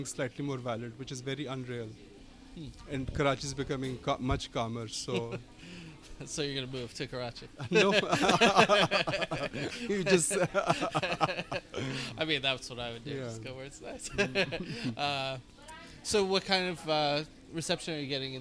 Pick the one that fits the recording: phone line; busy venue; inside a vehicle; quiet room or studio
busy venue